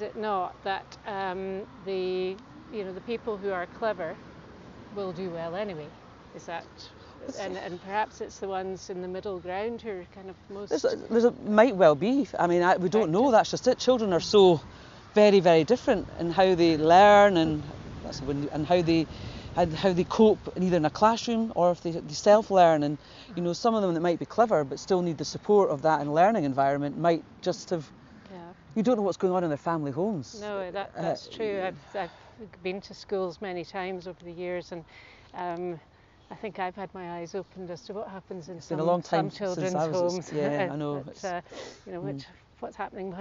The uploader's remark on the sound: we took a short walk outside the parliament building on a lovely sunny morning